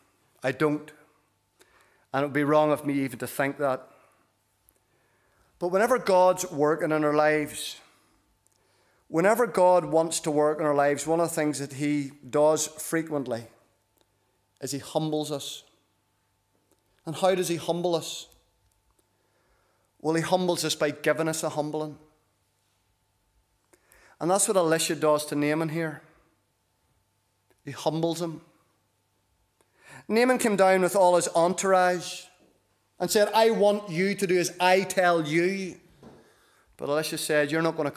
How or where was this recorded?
large echoing room